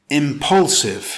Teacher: It's pronounced impulsive with stress on the second syllable